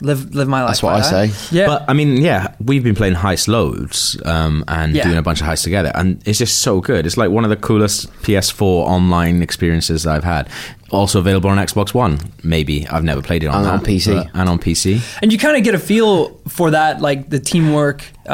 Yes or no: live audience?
no